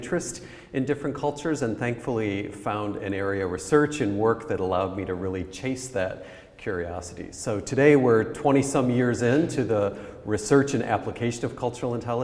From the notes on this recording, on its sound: Our annual Inclusion Festival took the form of a dedicated radio station, broadcast live from the bookshop at the RIBA's HQ in London.